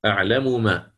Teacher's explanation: أعلم ما هنا إدغام كبير المثلين